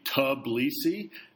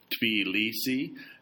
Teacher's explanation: pronounced with a tiny shred of a T sound flickering ahead of the B · Shown in: second take